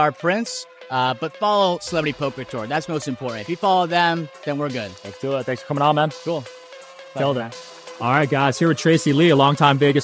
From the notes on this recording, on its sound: Celebrity Poker Tournament Live Interviews. First time doing live event interviews. Shoutout to the Celebrity Poker Tour and PokerGo Studios for having me.